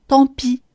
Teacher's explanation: 我们不用发成完全不送气的“避”的读法，可以稍微漏一些气，发出介于“屁”以及“避”中间的“当避”，当避。好的，请你再次跟我练习今天的四组发音难点。Les moins de vingt-cinq ansles moins de 25 ans.